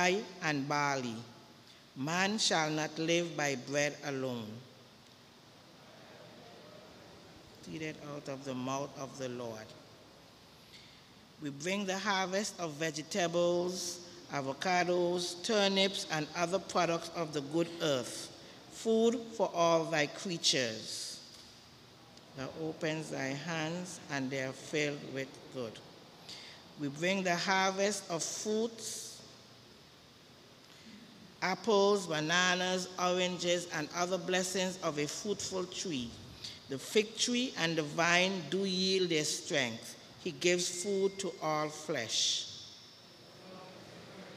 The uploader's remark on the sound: KeepItLoud Crew Live with St. John's Episcopal Church Service - 25th Sunday after Pentecost U.S.V.I.